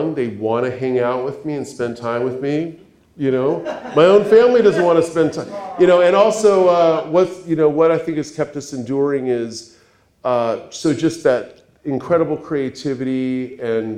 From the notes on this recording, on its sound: We’re continuing our Midsummer Scream coverage with another panel recorded live from this year’s show.